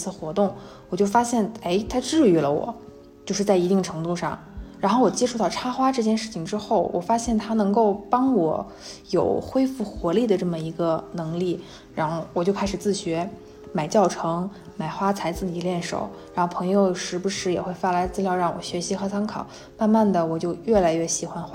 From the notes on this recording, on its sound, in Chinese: 坐在沙发一角，分享那段特殊的经历。因为放松和第一次单人录制，所以收声上或许还有杂音。节目中小风铃音效。